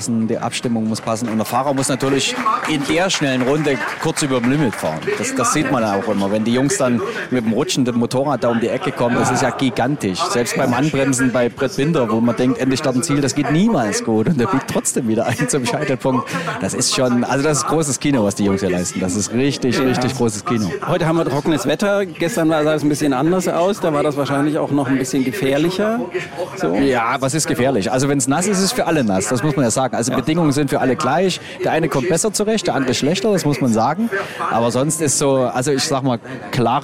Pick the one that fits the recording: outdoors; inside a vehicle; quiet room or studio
outdoors